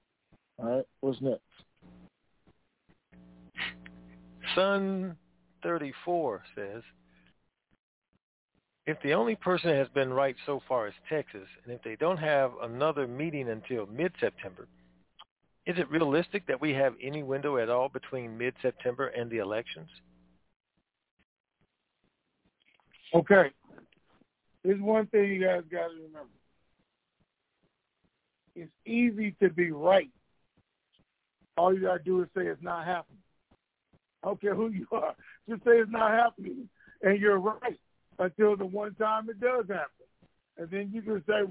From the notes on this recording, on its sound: TNTSuperfantastic Conference Call.